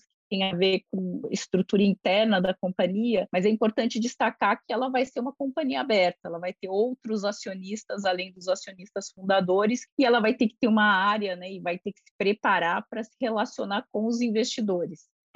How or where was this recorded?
video call